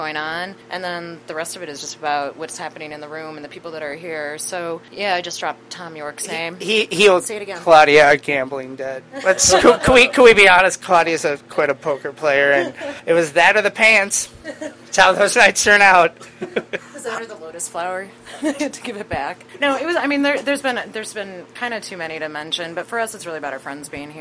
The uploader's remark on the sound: In an interview recorded onsite at Debonair Social Club